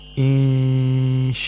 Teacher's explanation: the place of articulation of sheen is approximated, and at the same time, a nasal sound is made for two vowel counts